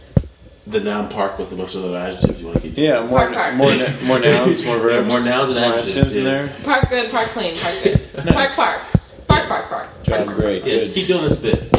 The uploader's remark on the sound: SORRY in advance for the audio quality!